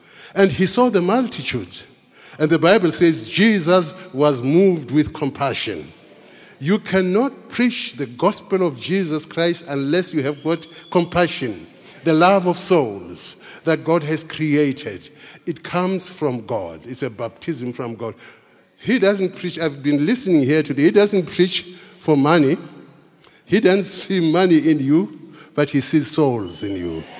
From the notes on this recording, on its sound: Preached at the Founders Day Service in celebration of the Founder and the Bishop of Grace Bible Church.